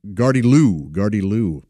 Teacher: I think the emphasis is supposed to be on the end, the last syllable there. So Gardiloo, Gardiloo, G-A-R-D-Y-L-O-O.